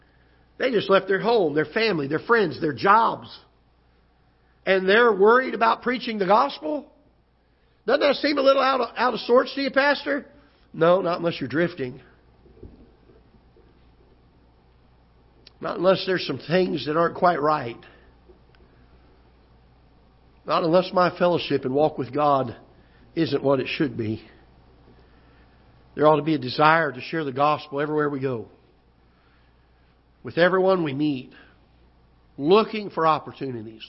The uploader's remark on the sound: Ketha Heights Baptist Church ~ Live Broadcast.